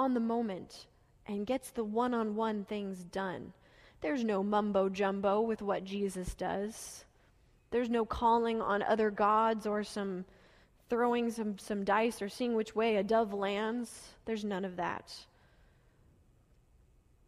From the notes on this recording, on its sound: Delivered during the Gathering worship service.